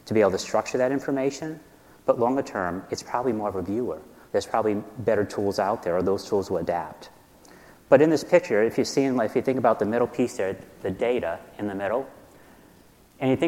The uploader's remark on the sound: In this session presented at the 2018 DPharm conference